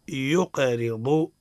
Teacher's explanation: الراء حكمها الترقيق لأنها متحركة بالكسر